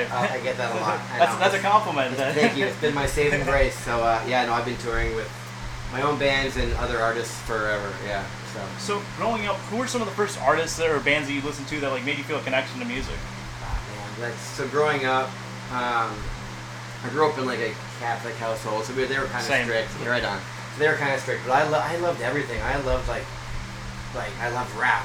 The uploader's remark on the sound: Recorded backstage at the iconic Troubadour in Los Angeles, CA.